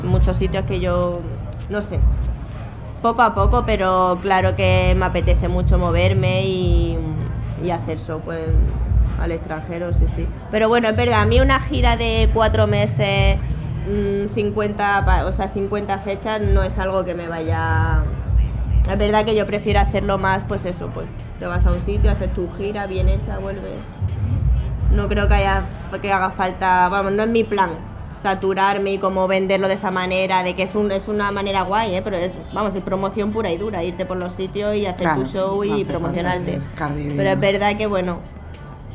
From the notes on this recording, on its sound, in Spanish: Capítulo especial dentro del festival Primavera Sound